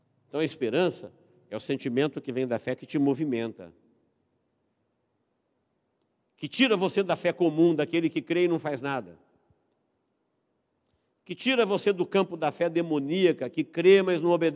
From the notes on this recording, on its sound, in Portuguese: Igreja Evangélica Manancial de Águas Vivas - Araçatuba - Rua XV de Novembro, 847. Esta mensagem foi gravada ao vivo quando ministrada na Igreja Evangélica Manancial.